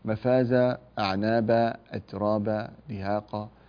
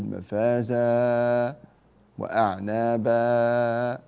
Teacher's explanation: نمد هذه الألف بمقدار حركتين وليس أكثر من حركتين · Shown in: first take · لا نقول مفازا وأعنابا، هذا خطأ ويفعله كثير من الناس. · Term: مد العوض